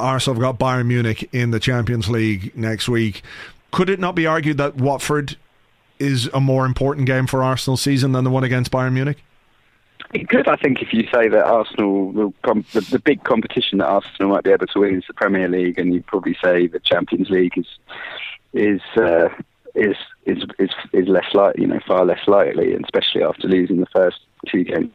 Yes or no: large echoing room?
no